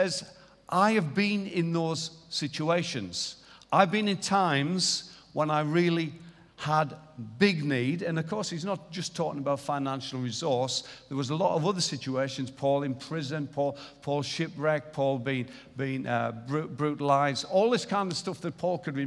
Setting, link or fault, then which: setting, large echoing room